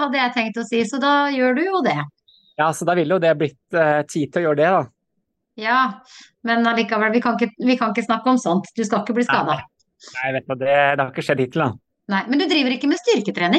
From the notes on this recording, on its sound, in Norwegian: på Zoom, rett fra sola i Arizona